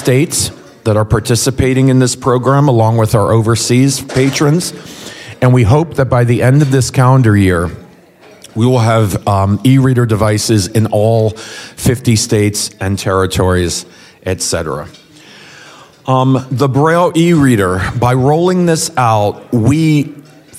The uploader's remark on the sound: 2023 DC Leadership Conference Luncheon Speakers